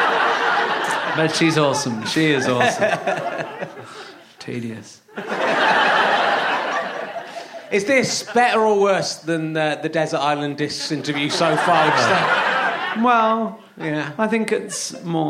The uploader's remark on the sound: Leicester Square Theatre Podcast